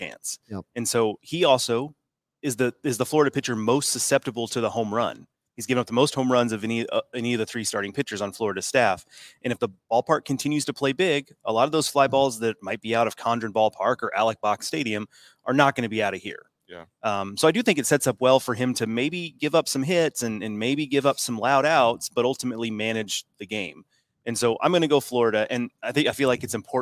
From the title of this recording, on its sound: LIVE FROM OMAHA